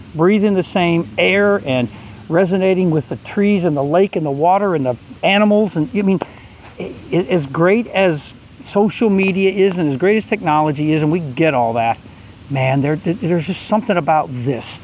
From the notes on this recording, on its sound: as they hike at trail at Red Top Mountian outside of Atlanta, GA.